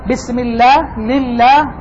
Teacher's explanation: هنا لن تقول كسر أصلي ولا غير أصلي، وجود الكسر قبل لفظ الجلالة يجعله مرققا دائما · كلها سترقق لوقوع كسر قبلها وليس فيها تفصيل ولا أحكام · Term: لفظ الجلالة مرقق